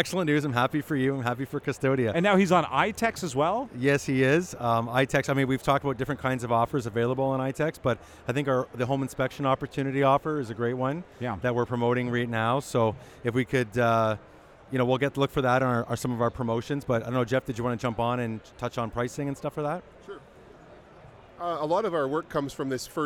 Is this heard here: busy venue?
yes